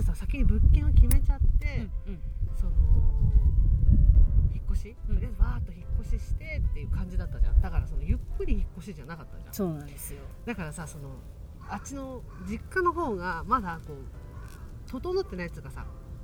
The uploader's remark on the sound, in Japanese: 青空収録月間で音悪くてごめんなさい